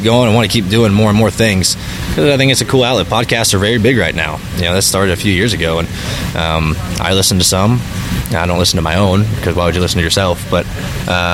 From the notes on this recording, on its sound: On location at Richmond Raceway. Interviews From Richmond Raceway.